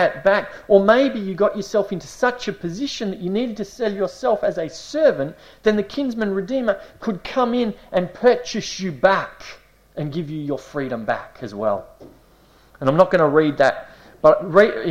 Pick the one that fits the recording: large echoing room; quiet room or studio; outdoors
large echoing room